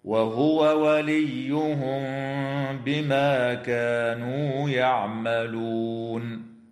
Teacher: قوله تعالى: وهو وليهم بما كانوا يعملون، يجب إظهار الواو عند الواو من قوله تعالى وهو وليهم من قبيل المتماثلين الكبير، وتخفى الميم الساكنة مع الغنة عند الباء في قوله تعالى وليهم بما، وتنتهي الآية بالإجماع عند كلمة يعملون، والوقف عليها من قبيل الوقف التام.